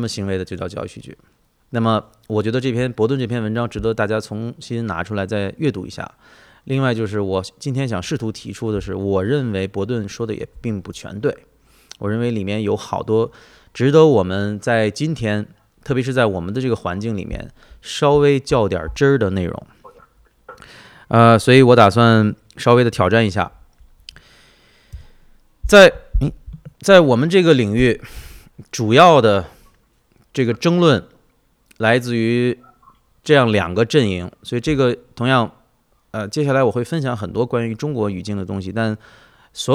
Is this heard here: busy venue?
no